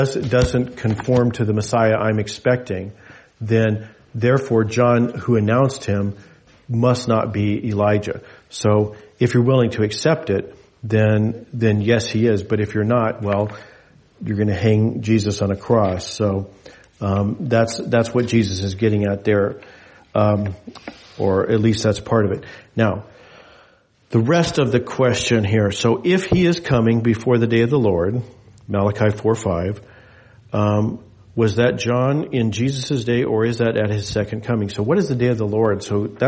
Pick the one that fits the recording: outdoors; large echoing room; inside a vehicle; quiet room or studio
large echoing room